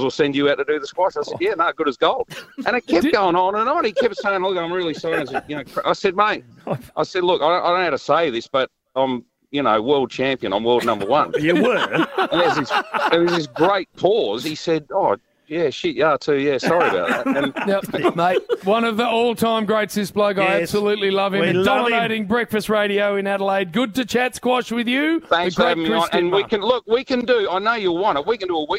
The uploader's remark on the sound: we were live at the Pink Hill Hotel